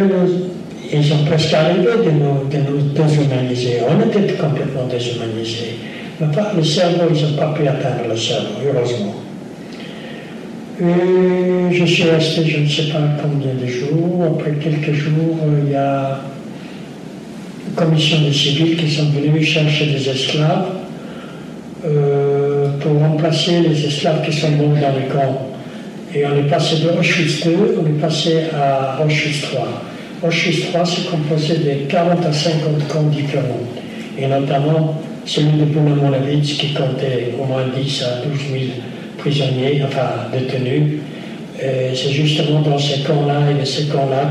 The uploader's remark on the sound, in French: Lors de cette conférence. Répond aux questions de l'assistance.